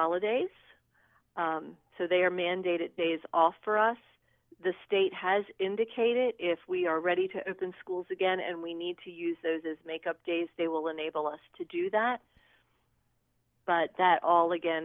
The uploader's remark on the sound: by phone